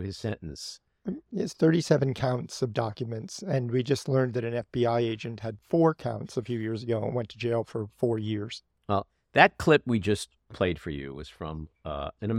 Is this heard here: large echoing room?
no